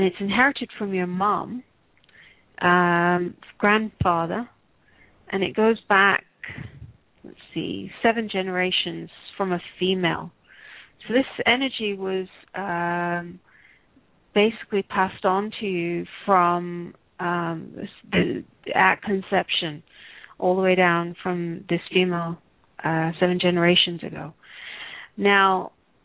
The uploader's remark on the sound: Takes your calls for healing live today!